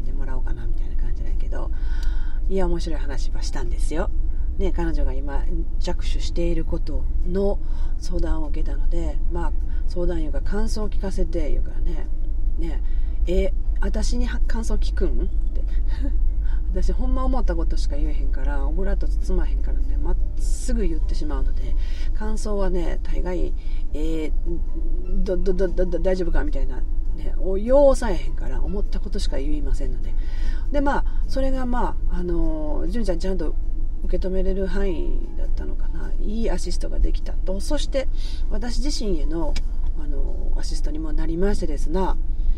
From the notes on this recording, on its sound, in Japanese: なんと島根県へ一人旅に向かう途中のサービスエリアの車中で収録しております。